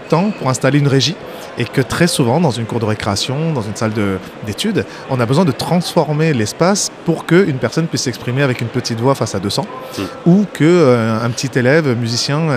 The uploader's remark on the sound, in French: J'improvise un épisode au salon InMacweb Store. Ambiance salon (bruit de fond).